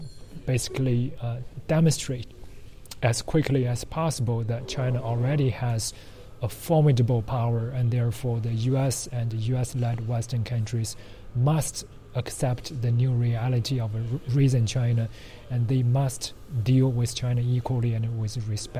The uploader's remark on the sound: The podcast was recorded during the 4th in the series of Open World Conferences organized by the University of Copenhagen.